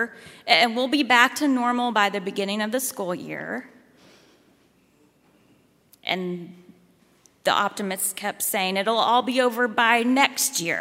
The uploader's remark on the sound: at Highland Baptist Church, Louisville, Kentucky